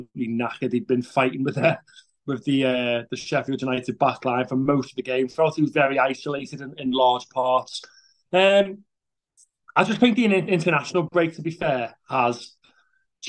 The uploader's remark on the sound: The guys discuss Everton's 2-2 draw at Bramall Lane via Zoom on this Sunday afternoon.